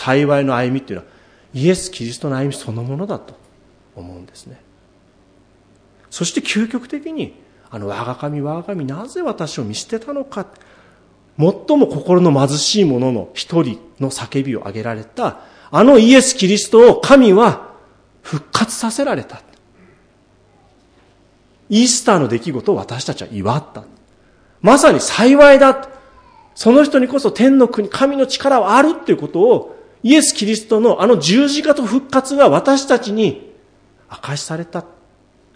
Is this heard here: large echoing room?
yes